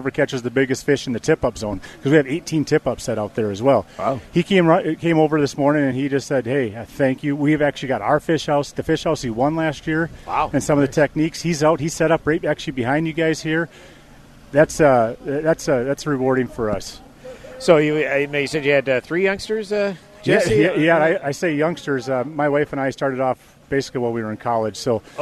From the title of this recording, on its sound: Live on Medicine Lake